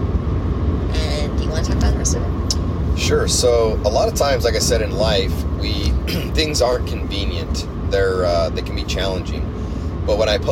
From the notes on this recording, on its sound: Saxophone playing schenanigans. Hence the background noise....